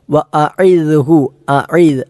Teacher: അയിനാണ് തൊണ്ടയുടെ മധ്യഭാഗത്ത് നിന്ന് പുറപ്പെടുന്ന അക്ഷരമാണ്